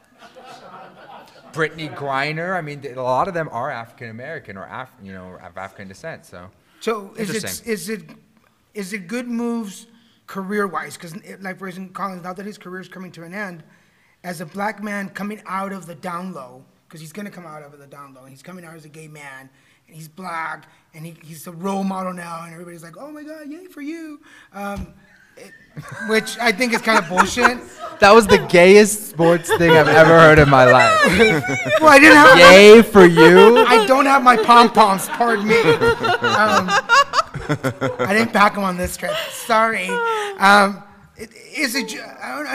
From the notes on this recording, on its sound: Record live at Phoenix Comicon.